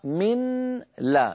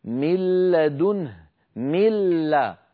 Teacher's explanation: أما مثال النون كما نرى فمثاله من قوله تعالى من لدنه كان النطق قبل الإدغام من لا، نون ساكنة بعدها لام، بعد أن أدغمنا النون في اللام صار النطق بلام مشددة · Shown in: second take